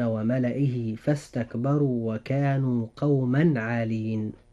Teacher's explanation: كلمتي قوما عالين هنا تنوين، وجاء بعد التنوين حرف العين، فهنا يجب الإظهار. وقد قلنا إن التنوين لا يأتي إلا من كلمتين، فقوما جاءت منونة وجاء بعدها حرف العين في كلمة عالين، فهنا النطق يكون هكذا: وكانوا قوما عالين. · Term: إظهارا حلقيا